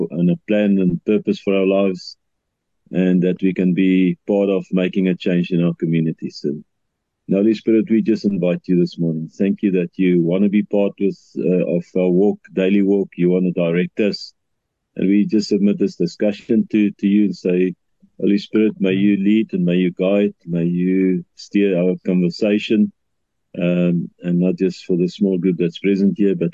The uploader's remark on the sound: The Transformation Table Zoom Meeting